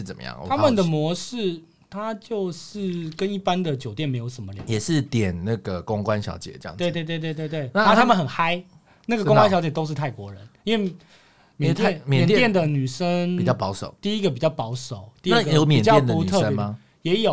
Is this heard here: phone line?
no